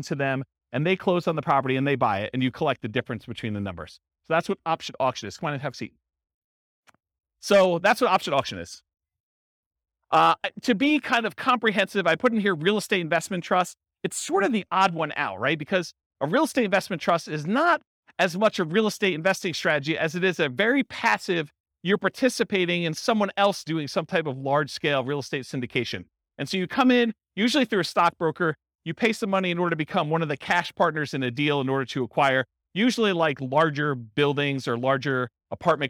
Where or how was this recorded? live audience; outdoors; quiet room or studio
live audience